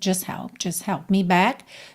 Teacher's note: E a gente não ouve o T, né? Não fica just help, sim?